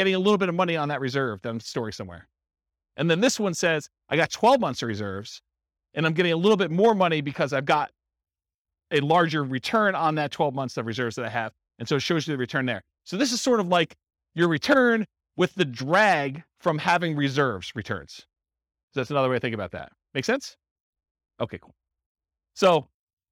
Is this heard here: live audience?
yes